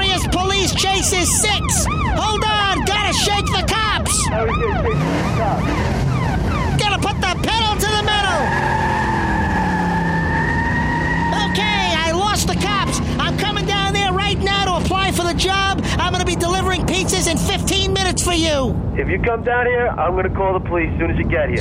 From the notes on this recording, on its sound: Prank Phone Calls